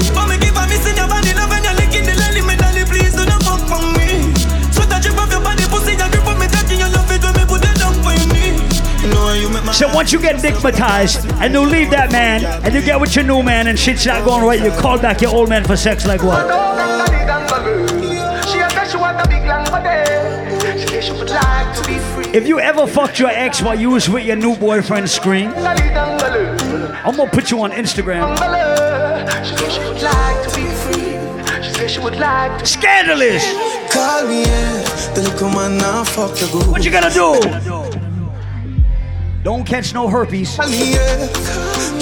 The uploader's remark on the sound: Live audio recording of my set at island saturdays on Saturday Nov 5th.